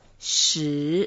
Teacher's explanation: 时 is the second tone, and we can make it long and start it up.